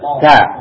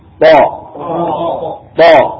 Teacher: Kalau ta dia ada apa angin ya keluar. Ta, kalau bo tidak. Bo tertahan dia.